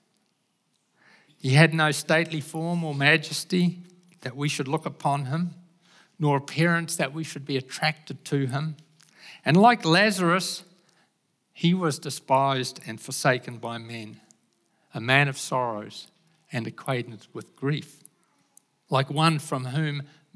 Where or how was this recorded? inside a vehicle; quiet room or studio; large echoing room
large echoing room